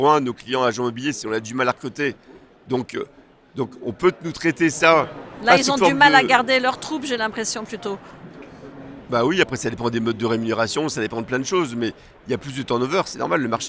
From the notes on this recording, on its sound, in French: Cette interview a été enregistrée en live du Salon RENT.